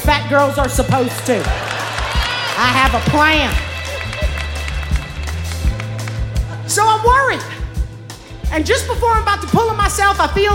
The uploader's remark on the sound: Snap LIVE! in Brooklyn.